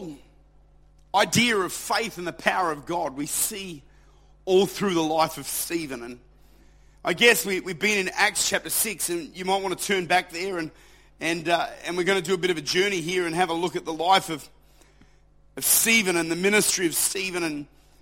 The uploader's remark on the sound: Recorded at Lifepoint Church, Adelaide.